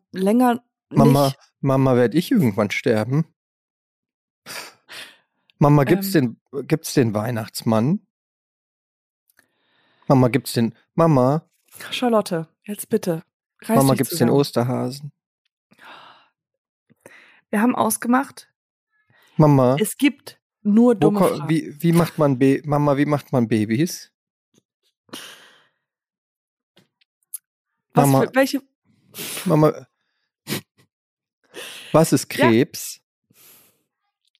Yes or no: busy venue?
no